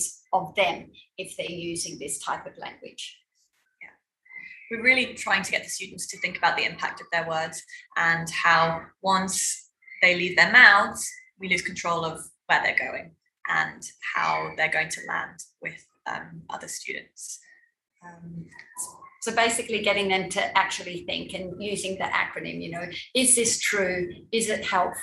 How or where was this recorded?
video call